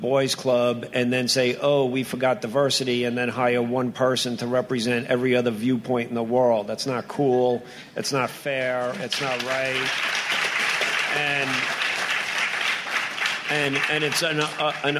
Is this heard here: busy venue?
yes